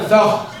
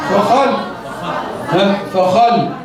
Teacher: عايزين ننطق اللام بالسكون والفاء بالفتح والخاء بالفتح · Shown in: second take